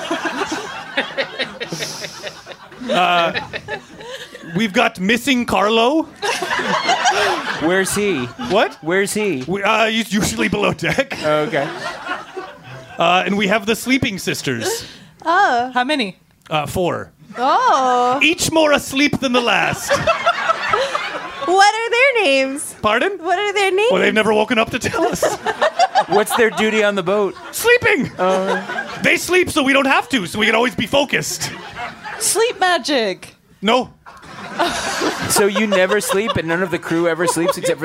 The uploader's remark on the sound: Rude Tales LIVE at Union Hall 1/24/20